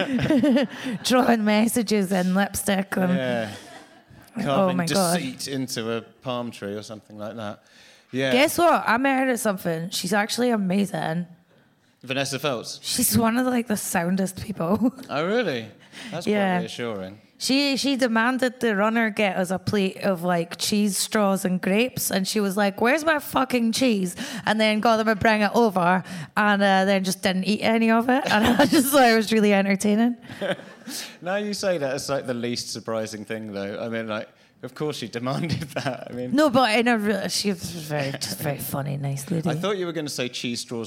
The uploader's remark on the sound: live at 21 Soho